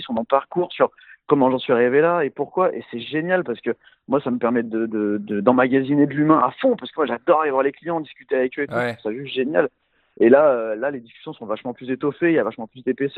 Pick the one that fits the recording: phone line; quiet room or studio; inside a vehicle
phone line